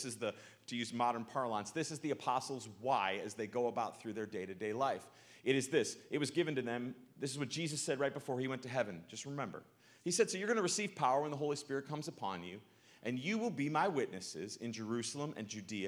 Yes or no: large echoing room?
yes